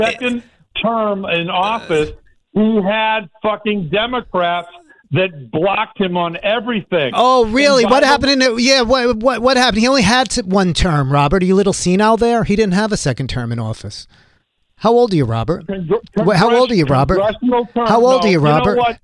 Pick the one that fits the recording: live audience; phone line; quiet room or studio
phone line